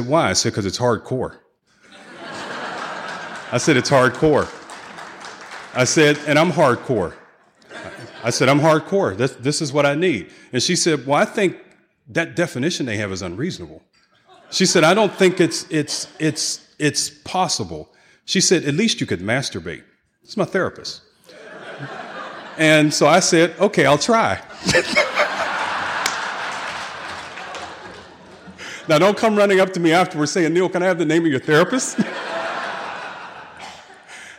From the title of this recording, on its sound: 2016 San Diego Conference Keynote Speaker